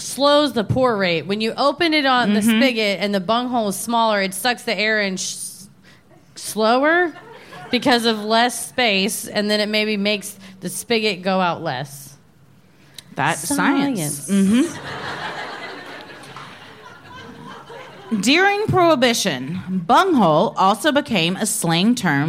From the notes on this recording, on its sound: Recorded live at Laugh Boston in Boston, MA.